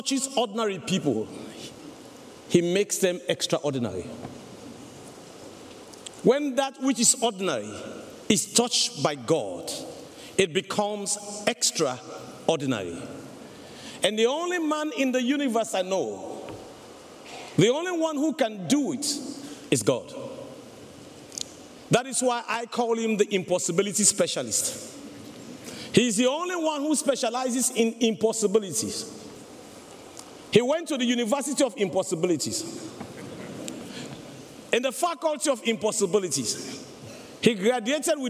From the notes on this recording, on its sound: The following audio comes from the National Disciple Making Forum by Discipleship.org. We had some great Main Stage speakers bring us convicting and inspiring messages.